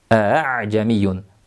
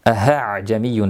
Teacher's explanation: Hamza ham halqumning eng quyidan chiqadi, ha ham halqumning eng quyidan chiqadi, mahraji bir-biriga juda yaqin. Shuning uchun bo'lsa kerak, aha jamiyun deb o'qishlik uchrab turadi.